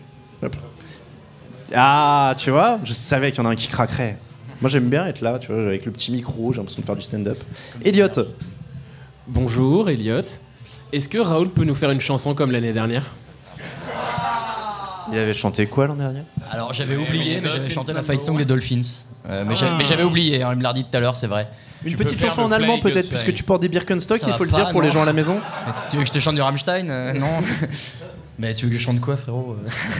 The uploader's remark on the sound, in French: Devant le public du Hard Rock Café, l'équipe du podcast Touchdown Actu se lance dans les prédictions.